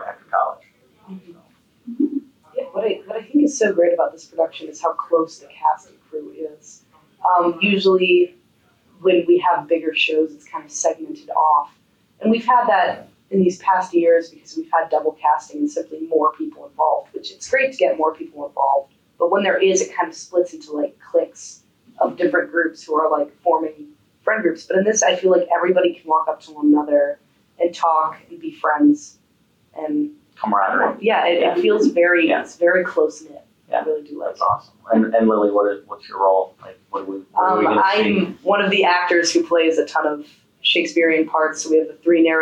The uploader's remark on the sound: Apologies about the poor audio quality due to some technical difficulties.